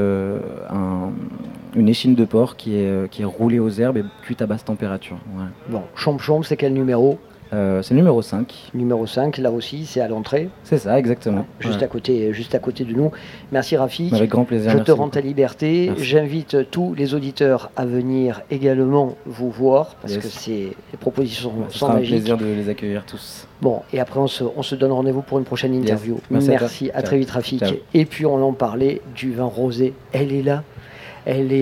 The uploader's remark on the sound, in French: Premier Plateau de notre participation au Street Food Festival 2022, place de la Major, sous le très très chaud soleil de juin.